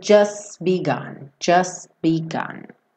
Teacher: Então ele pega do S, just begun, ele já fecha o B para o begun, então você não ouve o t